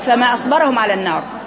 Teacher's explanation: وكلمة أصبرهم بعدها همزة رقيقة باعتدال.